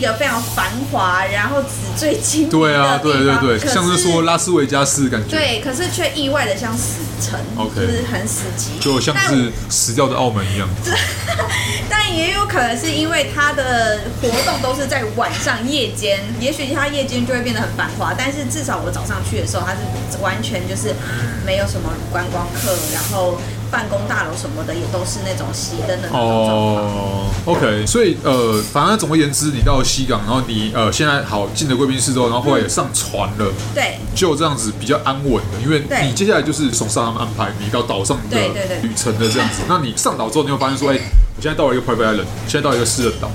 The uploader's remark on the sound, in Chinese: 錄音地點： SUGARbISTRO 小食糖